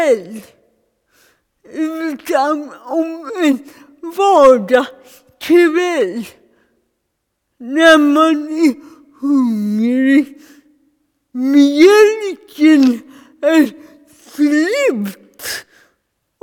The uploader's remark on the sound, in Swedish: Gudstjänst 14 februari 2021, ljudfil